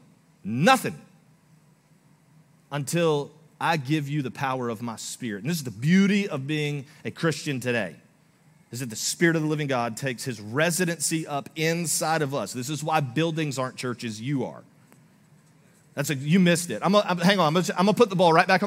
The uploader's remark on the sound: Recorded live on February 25, 2024 at Church On The Rock